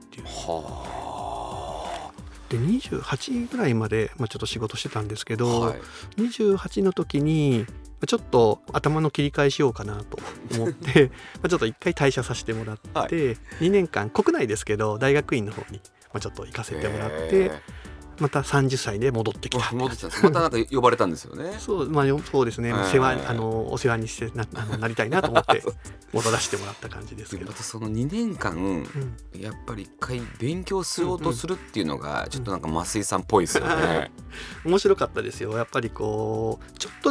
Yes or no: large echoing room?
no